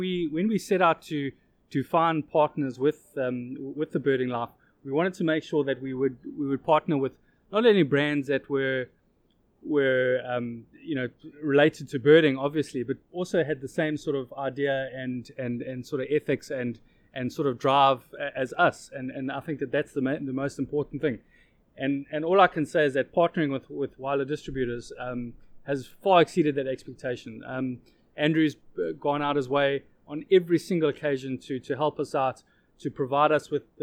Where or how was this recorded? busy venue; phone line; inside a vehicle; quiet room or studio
busy venue